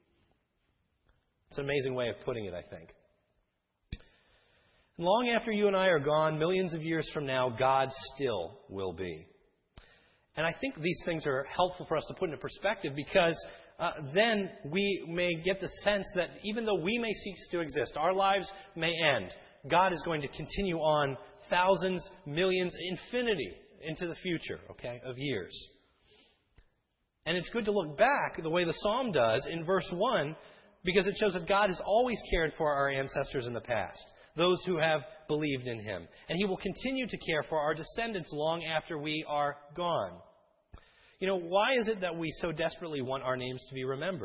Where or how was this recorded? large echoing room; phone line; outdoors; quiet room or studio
large echoing room